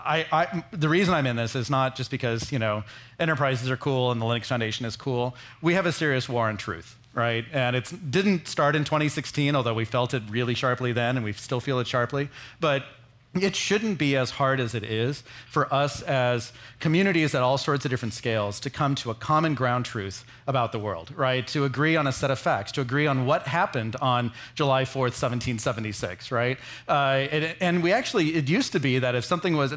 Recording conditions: busy venue